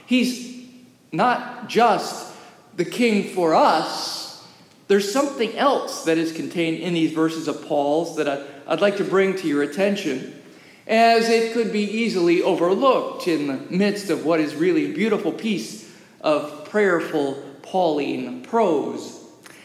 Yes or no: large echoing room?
yes